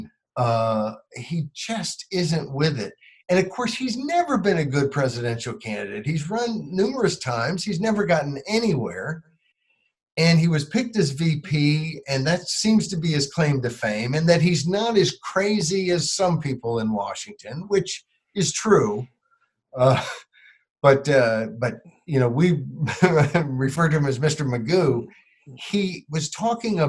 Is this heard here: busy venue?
no